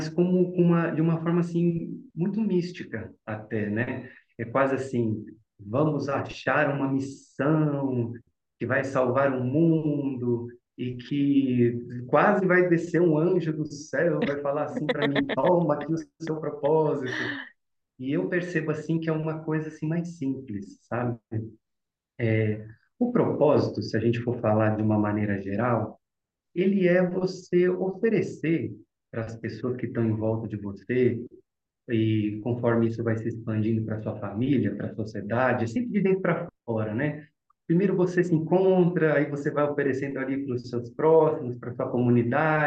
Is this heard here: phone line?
no